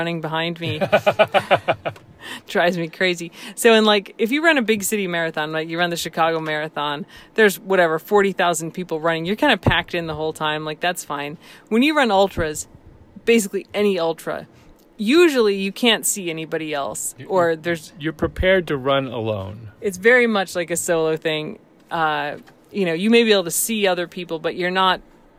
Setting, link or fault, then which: setting, inside a vehicle